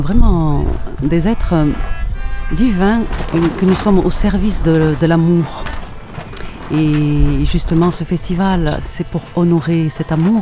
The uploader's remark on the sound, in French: En Direct Du Bhakti Om Festival